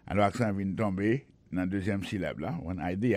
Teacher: accent vient tomber dans la deuxième syllabe